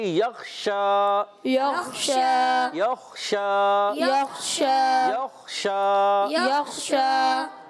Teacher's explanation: شین پر کھڑا زبر ایک الف کھینچ کر ادا کریں گے، شین کی ادائیگی ہوتی ہے زبان کے درمیان، اوپر تالو کے درمیان سے · Term: تفشی